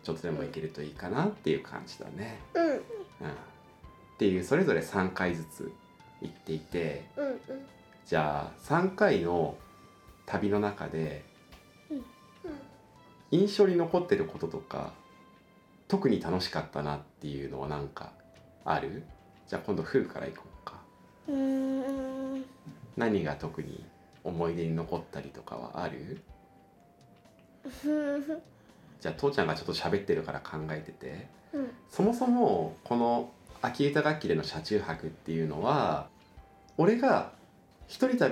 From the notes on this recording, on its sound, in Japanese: 子どもとの3人収録